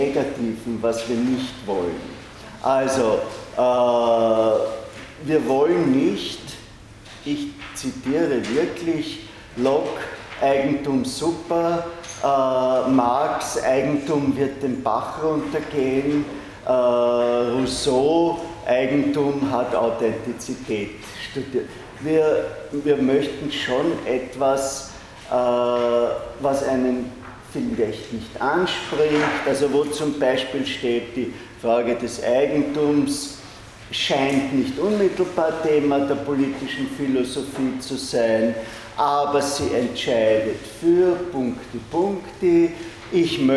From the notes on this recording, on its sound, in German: Diese Vorlesung wurde von Studierenden aufgenommen